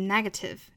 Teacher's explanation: negative，重读在第一个音节了